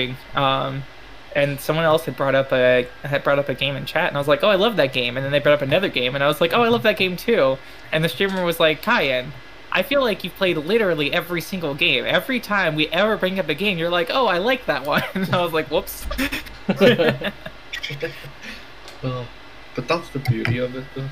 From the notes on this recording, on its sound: we did have some technical difficulties